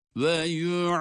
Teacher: Hem medde arız var hem de dal harfini kalkaleyle okuyoruz.